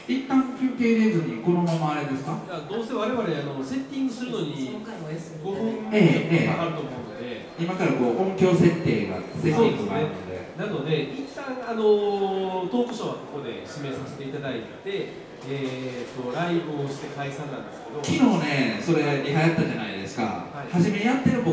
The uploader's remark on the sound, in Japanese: 今回も特別編として、2018年春に開催された、文具と紙と暮らし市での、ホジラジ公開収録をお届けします。